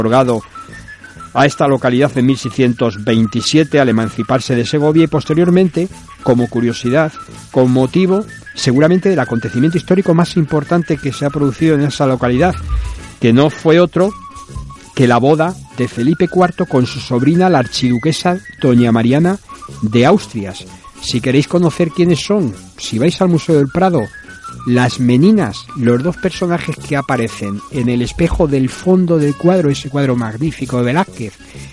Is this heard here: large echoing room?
no